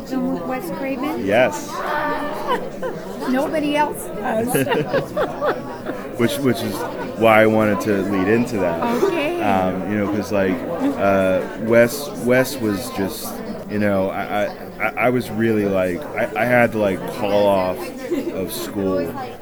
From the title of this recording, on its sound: Live At Pittsburgh's Horror Realm Con